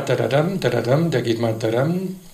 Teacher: es geht auch nicht so abgehackt, nicht so akzentuiert wie im Deutschen, und der Akzent sitzt nicht vorne, sondern hinten. Sprich, es ist eine völlig andere Struktur, eine andere Melodie, andere Konsonantenfolge. · Term: Alexandriner